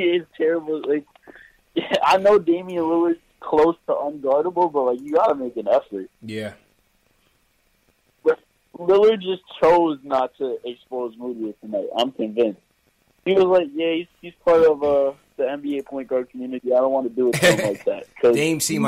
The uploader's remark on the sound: Knicks vs. Blazers Post Game Live Reaction & Fan Phone. Take live phone calls from fans around the world.